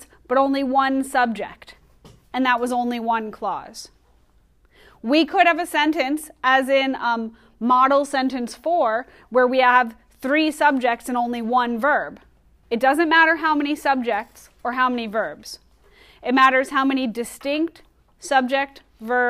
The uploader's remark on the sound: Recorded in class on 10/28/19